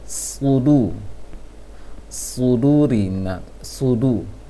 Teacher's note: Namun diusahakan, sangat diusahakan barangkali untuk melatihnya seperti membaca sin yang tebal. Sin, bukan shin, bukan yang titik tiga. Kebanyakan, sebagian besar dari apa yang kaum muslimin yang Anda jumpai, yang pernah belajar dan juga Anda dengarkan bacaannya, mereka membaca shudu rinnas seperti membaca shin, titik tiga.